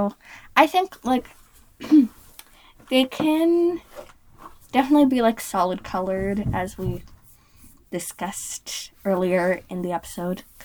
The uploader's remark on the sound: Sorry for the slightly choppy audio, we were having some trouble with our audio editing system.